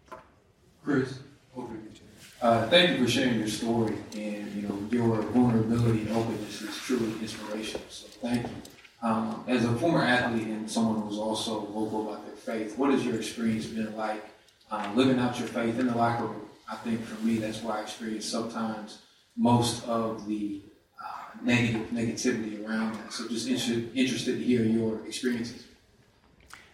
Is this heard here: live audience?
yes